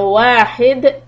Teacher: If you're going to stop, then do a qalqala on the dal. And if you connect, then this is another إدغام with lam.